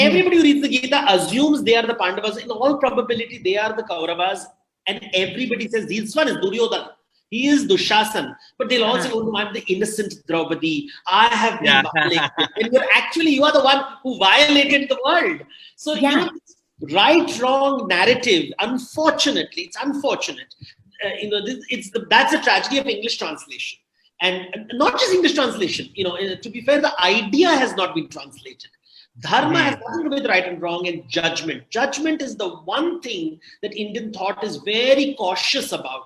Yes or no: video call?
yes